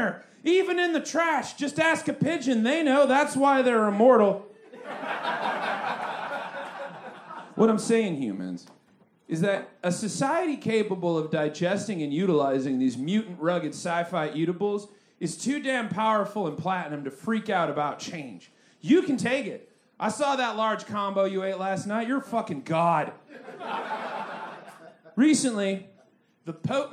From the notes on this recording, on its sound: Recorded LIVE at Chicago’s Historic Green Mill Lounge on May 20th 2023.